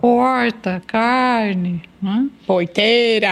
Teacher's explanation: E temos o sul de Minas, que tem aquele R retroflexo